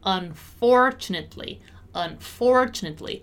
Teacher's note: Notice how the stressed syllable is the four.